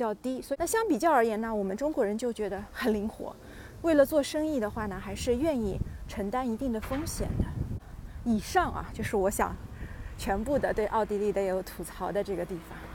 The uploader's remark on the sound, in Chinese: 边走边聊奥地利。